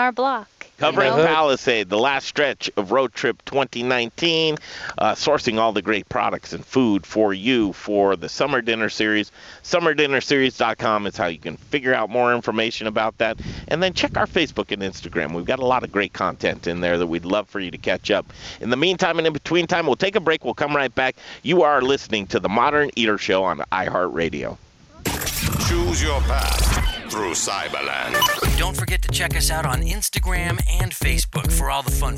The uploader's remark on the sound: Live from Field to Fork farm, all organic baby! Live from Field To Fork in Palisade Colorado!